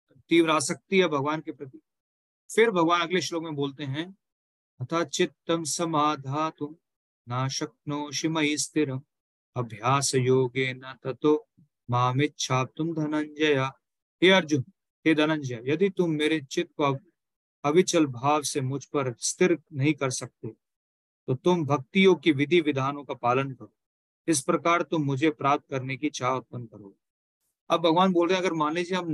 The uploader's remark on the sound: Zoom recorded session